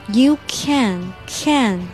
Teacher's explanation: can 中间是大口的 a